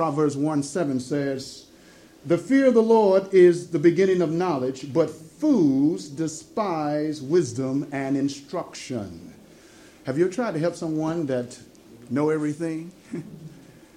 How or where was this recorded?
live audience